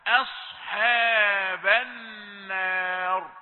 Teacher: تحرص على أن الصاد مع أنها مفخمة لا تفخم معها الهمزة ولا الحاء. أصحاب النار، ولا تقل النار، لا، النار.